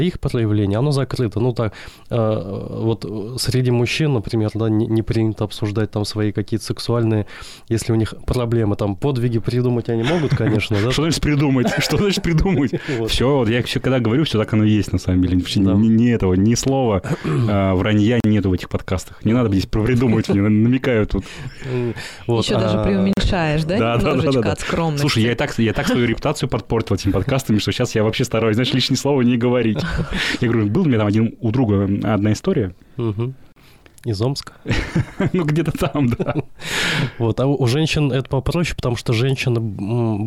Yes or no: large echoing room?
no